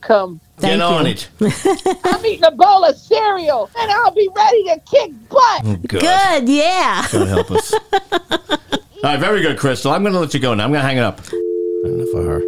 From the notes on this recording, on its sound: get on the phone with Trenton At-Large Councilwomen